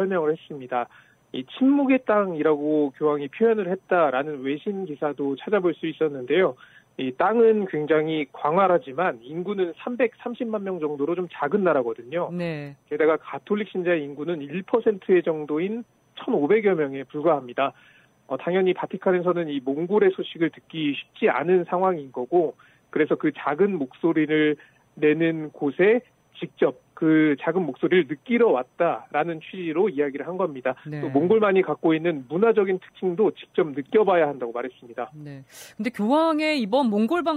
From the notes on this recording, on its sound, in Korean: 현장 연결